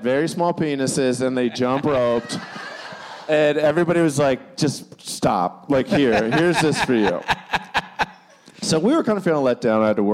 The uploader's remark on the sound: Bananas Live in Fort Wayne! It's Bananas live in Fort Wayne, Indiana!